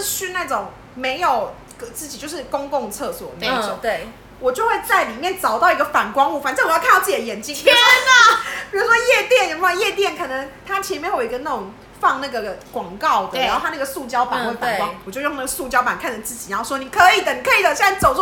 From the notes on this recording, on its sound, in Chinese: 喝酒那些事系列由於是試錄集，收音設備非常陽春，請海涵。